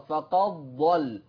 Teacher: لما تضغم بقى الدال دخلت في الضاد